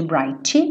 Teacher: Abriu o I, bright, já vai direto pro T